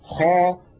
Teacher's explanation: لما قلت خاء تلاحظون بأن صوت الخاء ملأ فمي · Term: التفخيم